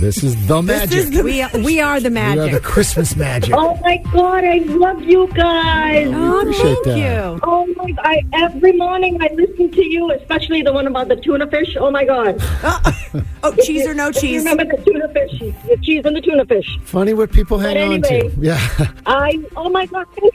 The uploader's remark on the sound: The MAGIC listeners called.